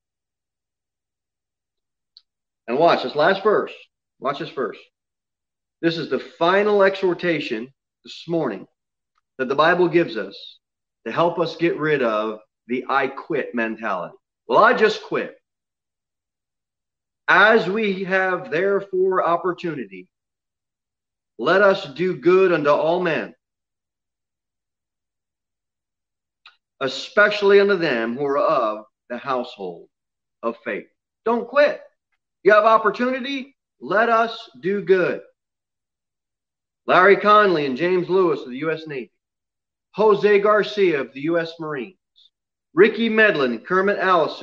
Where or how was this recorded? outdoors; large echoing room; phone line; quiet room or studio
large echoing room